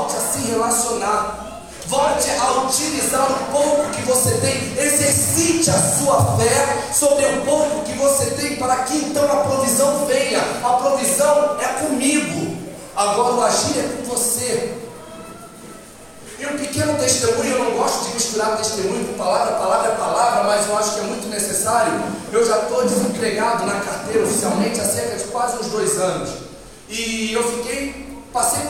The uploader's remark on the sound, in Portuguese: Áudio da ministração realizada em 19/06/22 na Igreja Casa de Oração Nova Aliança.